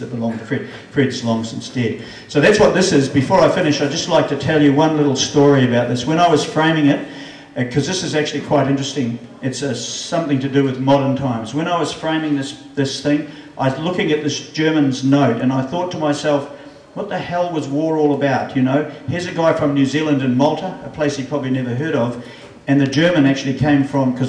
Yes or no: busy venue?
yes